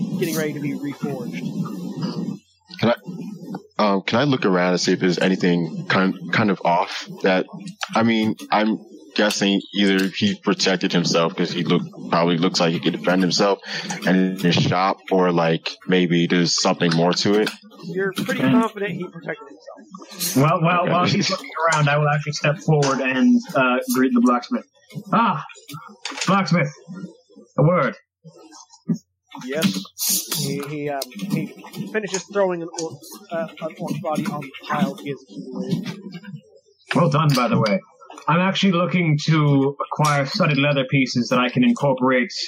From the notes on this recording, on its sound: We apologize for the poor audio quality.